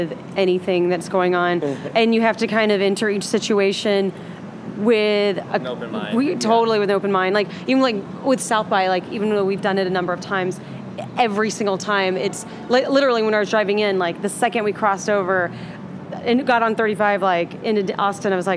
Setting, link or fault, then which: setting, busy venue